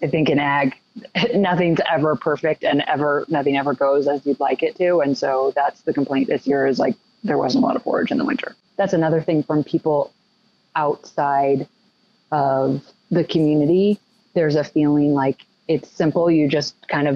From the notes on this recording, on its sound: via telephone